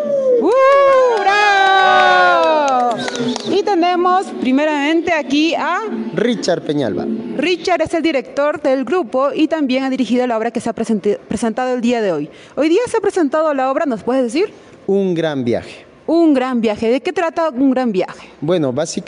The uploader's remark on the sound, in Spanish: Moquegua en Escena 2022, entrevistas al pie del escenario.